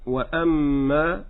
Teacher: ففي كلمة وأما جاءتنا ميم مشددة تغن بمقدار حركتين